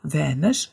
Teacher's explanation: da ist kein R mehr drin, sondern es ist einfach nur ein SCH